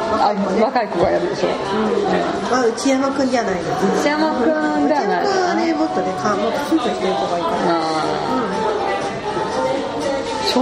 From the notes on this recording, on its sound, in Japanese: 飲食店での収録のため、雑音がかなり入っていますが、ご容赦下さい。